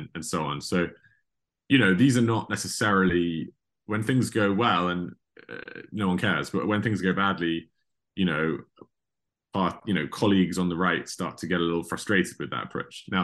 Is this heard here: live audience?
no